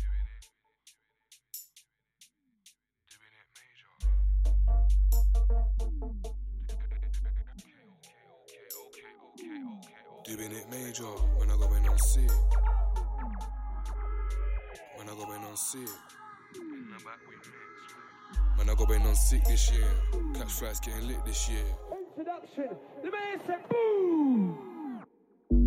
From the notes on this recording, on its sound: was live from the arcade